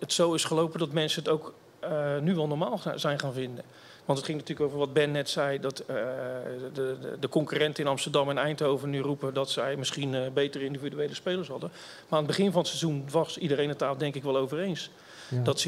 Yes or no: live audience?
yes